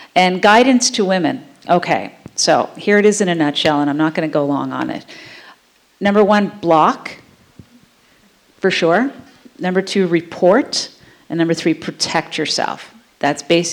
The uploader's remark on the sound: In a candid discussion recorded in front of a live audience at The Royal Cinema in Toronto.